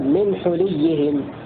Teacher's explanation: قوله وضم حليهم بكسر الوفاء بكسر شفا قرأ حمزة والكسائي بكسر الحاء تبعا لكسر اللام في لفظ واتخذ قوم موسى من بعده من حليهم عجلا من حليهم بكسر الحاء تبعا لكسر اللام هكذا يقرأ حمزة والكسائي. وقرأ الباقون بضم الحاء وكسر اللام من حليهم